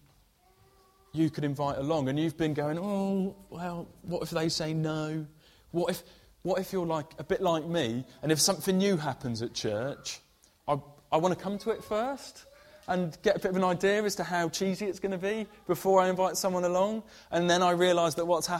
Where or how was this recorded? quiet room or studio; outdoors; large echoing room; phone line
large echoing room